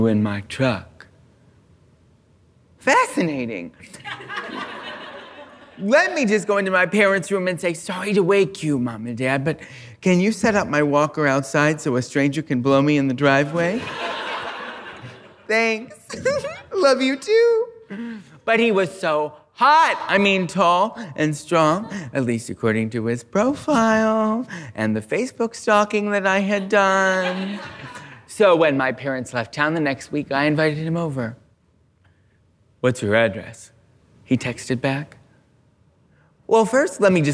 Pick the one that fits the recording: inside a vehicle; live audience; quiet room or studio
live audience